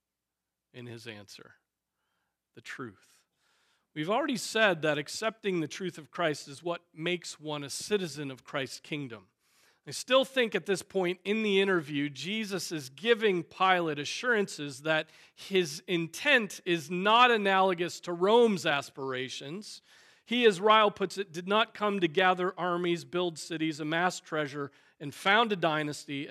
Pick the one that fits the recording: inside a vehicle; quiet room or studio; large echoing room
large echoing room